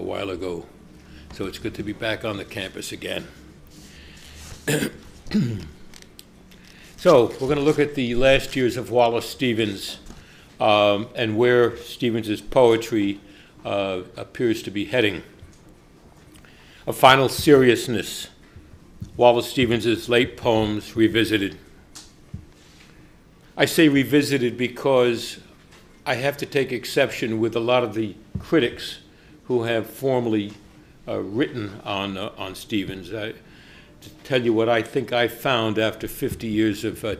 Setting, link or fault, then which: setting, large echoing room